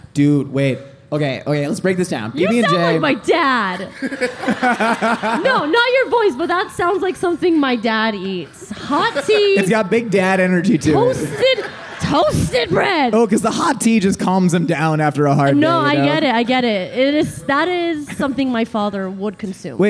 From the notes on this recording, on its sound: LIVE FROM MYTHICON. Live at Mythicon.